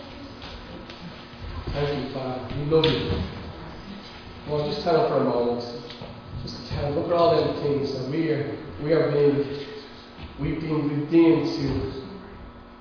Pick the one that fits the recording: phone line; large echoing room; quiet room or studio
large echoing room